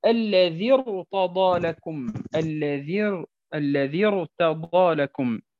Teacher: هنا الراء ساكنة وما قبلها ساكن وما قبلها مكسور، لكن فخمت لأن ما قبل الراء هو همزة وصل وليست همزة قطع، فعندما تكون قبل الراء همزة وصل دائما هذه الراء تفخم